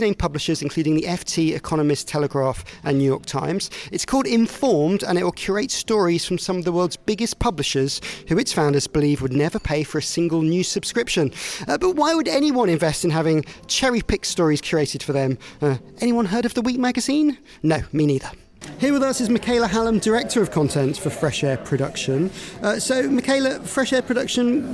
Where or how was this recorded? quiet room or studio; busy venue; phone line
busy venue